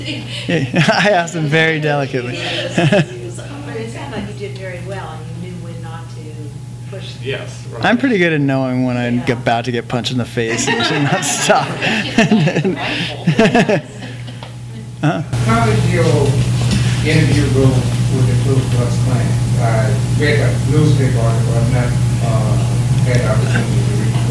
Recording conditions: live audience